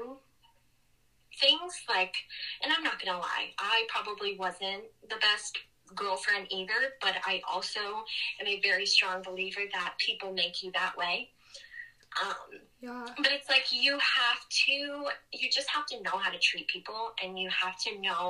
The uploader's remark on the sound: on the phone